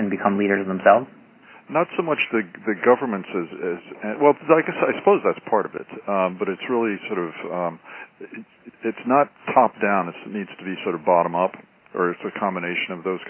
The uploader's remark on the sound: Call recorded on October 27, 2011.